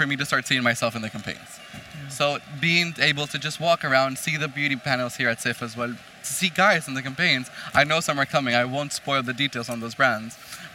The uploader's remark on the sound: a live panel talk from CIFF, Copenhagen International Fashion Fairs